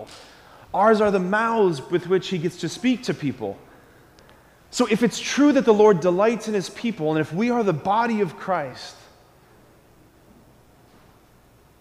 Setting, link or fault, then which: setting, large echoing room